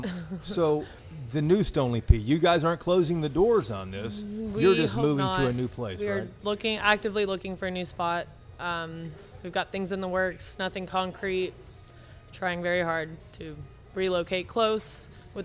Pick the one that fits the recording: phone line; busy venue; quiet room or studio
busy venue